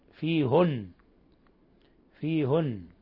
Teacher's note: إذن بضم الهاء هذه قراءة يعقوب البصري وحده، وقرأ الباقون من التسعة فيهن بكسر الهاء، وكلهم يشددون النون، النون مشددة عند الجميع بغنة مقدارها حركتين.